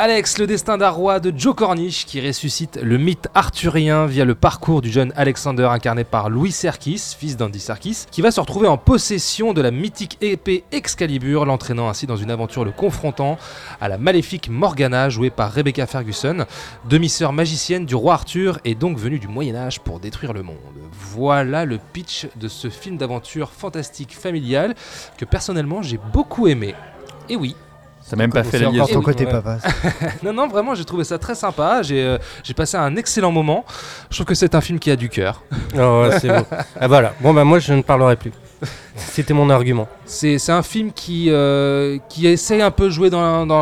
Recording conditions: busy venue